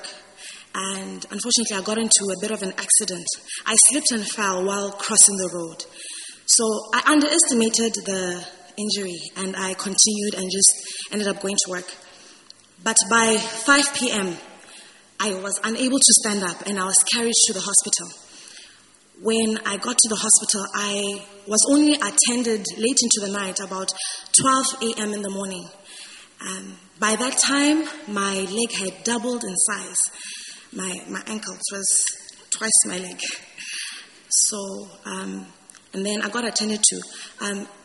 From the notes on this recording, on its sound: Preached at the First Love Gathering Service.